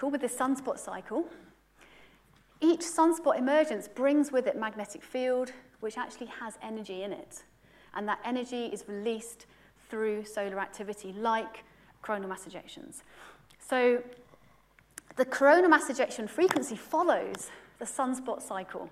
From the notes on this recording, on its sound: UCL Lunch Hour Lecture